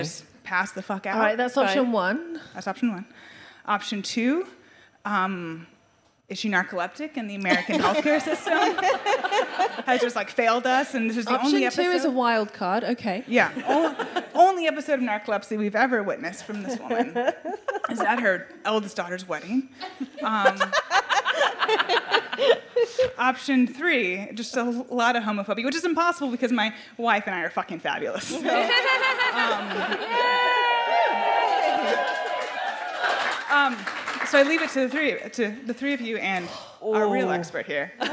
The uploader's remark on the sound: DWSC LIVE. At their residency in London, in front of a packed-out audience, which also happened to contain her mother, who will only entertain sitting f'row, for maximum effect. We then hear from one of the lovely audience members.